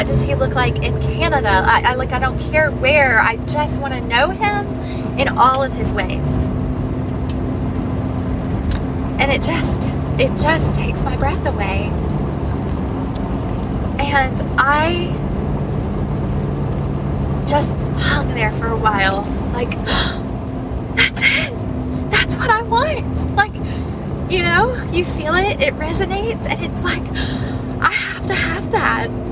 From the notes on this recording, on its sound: I finally pull in my driveway and the road noise quiets.